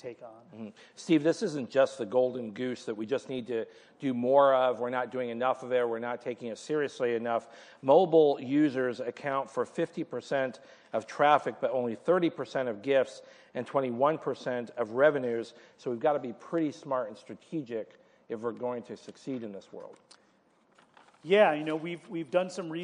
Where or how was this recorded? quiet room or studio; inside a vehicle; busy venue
busy venue